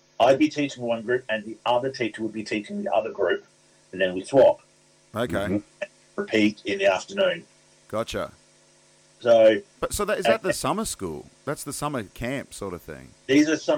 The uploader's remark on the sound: Has called in over the internet and we've recorded remotely.